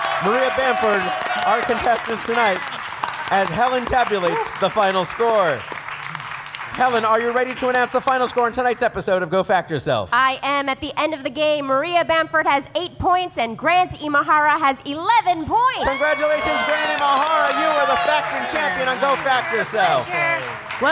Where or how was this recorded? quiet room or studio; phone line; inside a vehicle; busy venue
busy venue